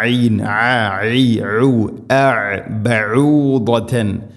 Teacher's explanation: ഐനിൻ്റെ ഉച്ചാരണം തൊണ്ടയുടെ മധ്യഭാഗമാണ്, ശ്രദ്ധിക്കണം.